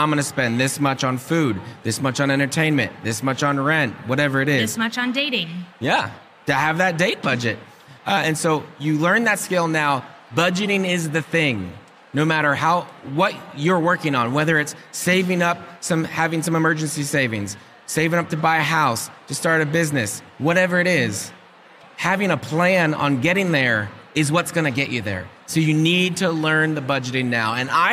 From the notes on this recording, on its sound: Recorded LIVE at SEEK 24.